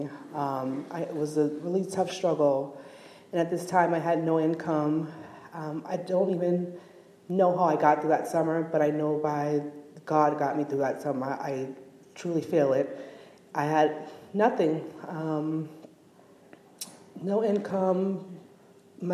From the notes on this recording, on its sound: we invite two guest speakers into the pulpit